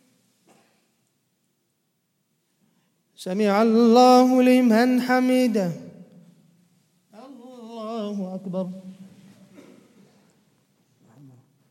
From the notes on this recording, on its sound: 20th Night Taraweeh 2018/1439 at the Houghton Masjid (West Street), Johannesburg, South Africa